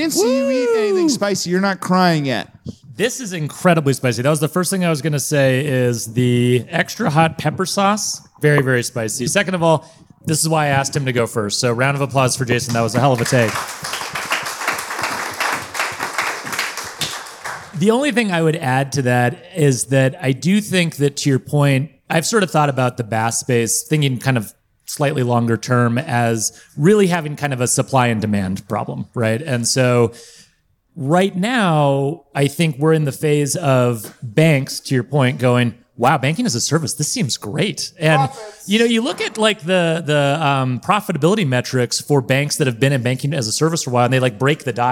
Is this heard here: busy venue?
yes